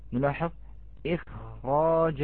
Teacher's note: وخاء إخراج تفخم أتت من أجل راء بعدها فخمت